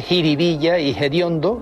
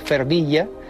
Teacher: aspiran la F inicial de determinadas palabras populares · Shown in: first take · Así se dice jiribilla y hediondo, en lugar de los originales ferdilla, que es una palabra de procedencia portuguesa, y fediondo, del latín foetibundum. · Term: aspiración